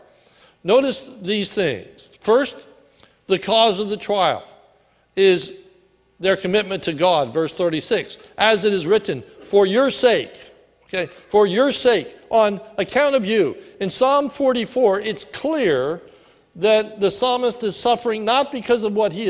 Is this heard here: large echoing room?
yes